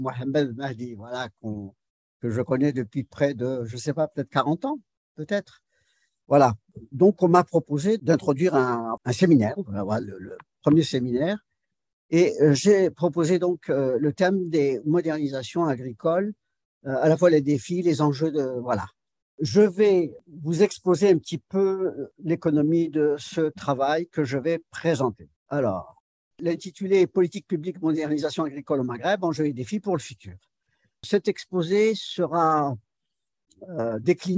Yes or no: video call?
yes